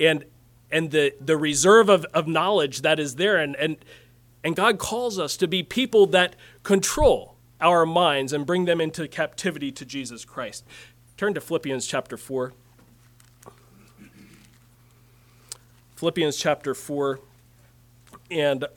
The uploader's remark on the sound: Message preached at Word of Hope on May 21, 2023